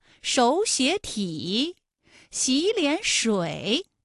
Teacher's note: 前两个字都是二声，第三个字是三声